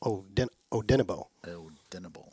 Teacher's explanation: You got the accents on the second syllable, so Odenigbo.